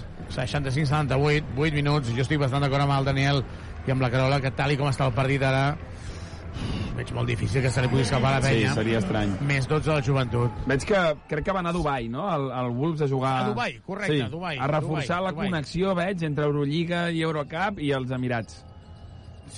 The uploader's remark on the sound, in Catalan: Transmissió en directe del partit Wolves vs Joventut